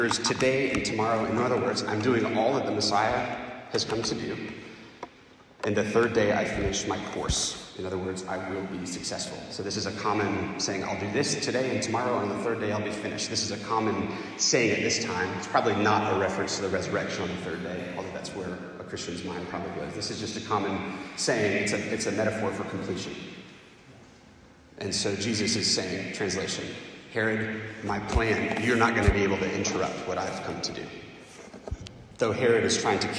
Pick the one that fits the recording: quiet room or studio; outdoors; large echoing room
large echoing room